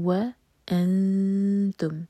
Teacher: نون کی آواز کو چھپائیں گے اخفاء ہوگا